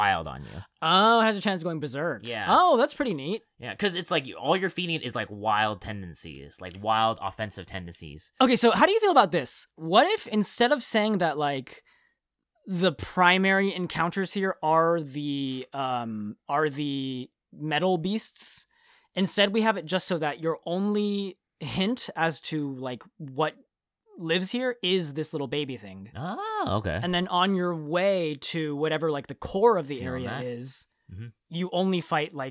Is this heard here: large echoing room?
no